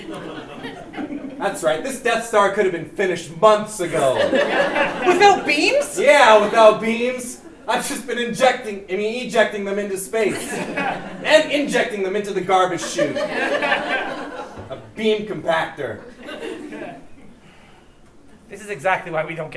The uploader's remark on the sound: Live at the 2017 Edmonton Fringe Festival.